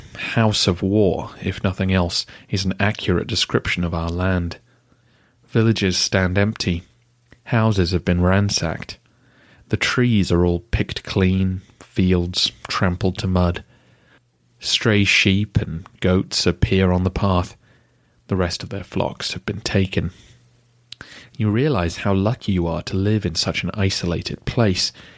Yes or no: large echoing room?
no